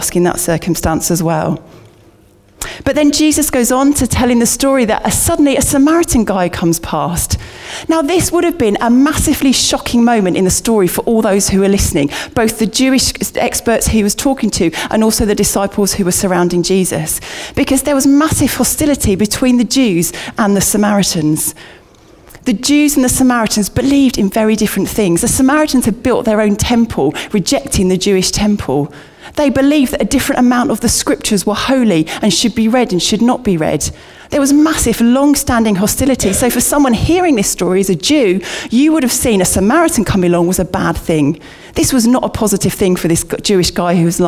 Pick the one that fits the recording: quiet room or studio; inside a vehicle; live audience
live audience